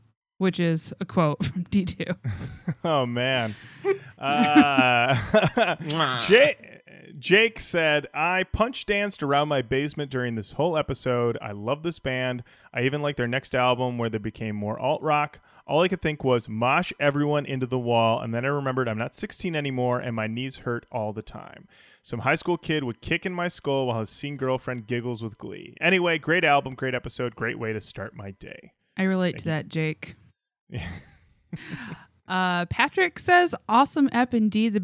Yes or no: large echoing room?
no